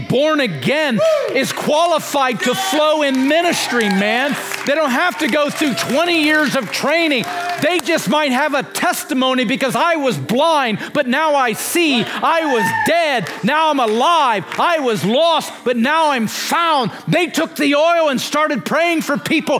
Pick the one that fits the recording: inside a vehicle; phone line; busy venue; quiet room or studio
busy venue